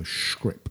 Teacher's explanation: anything with an S with a little hat on the top, like an upside down triangle, I think is pronounced with a sh